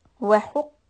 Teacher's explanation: Qaf heavy, ta sukun hems.